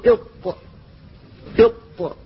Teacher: فاللسان يلامس أصول الثنايا العليا عند منبتها بشدة